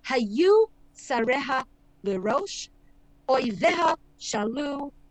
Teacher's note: the first part of the sentence has more stressed syllables than the second, which gives this sense that the sentence kind of trails off without really finishing, right? · Term: stress syllables